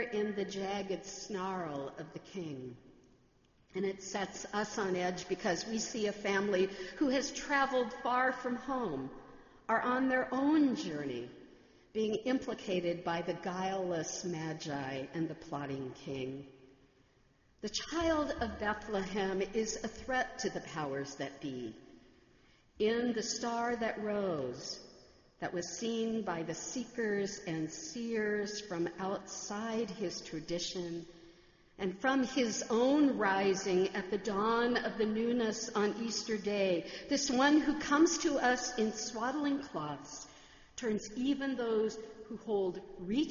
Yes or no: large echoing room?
yes